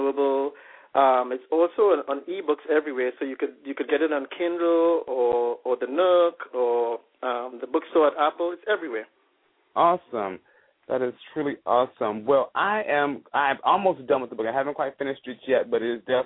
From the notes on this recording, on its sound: calling in LIVE from Afghanistan